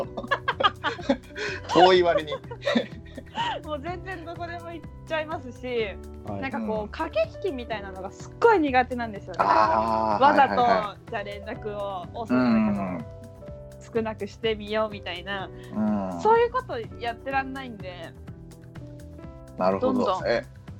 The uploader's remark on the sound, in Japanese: 初のスカイプ収録なので音量バランスとかどうなってるか不安です。